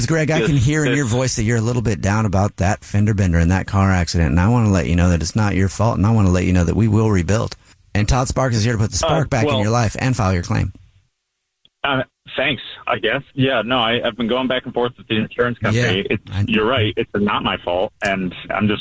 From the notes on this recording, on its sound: It is time for a brand new phone prank. Jumps in to help with this Phone Prank as an insurance agent!